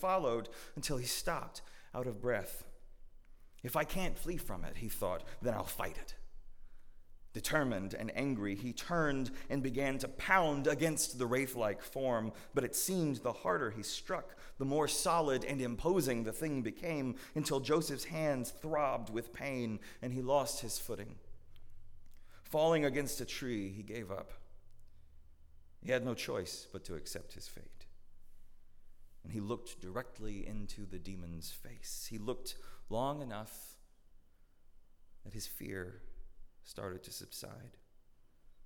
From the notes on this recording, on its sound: at Northminster Church on December 22, 2019